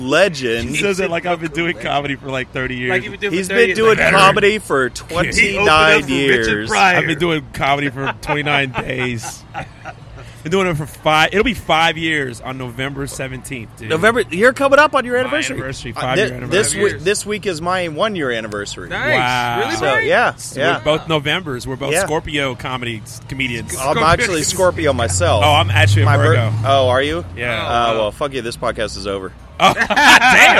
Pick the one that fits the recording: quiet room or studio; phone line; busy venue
busy venue